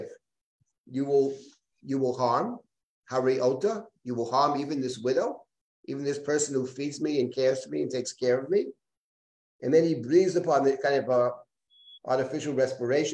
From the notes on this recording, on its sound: This audio was originally captured from Zoom